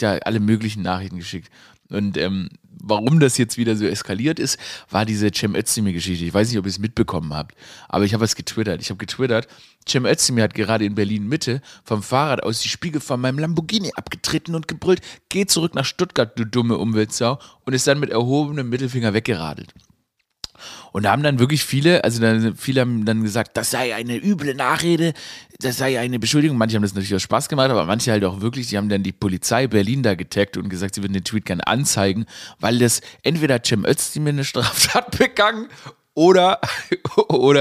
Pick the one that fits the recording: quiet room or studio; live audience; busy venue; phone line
quiet room or studio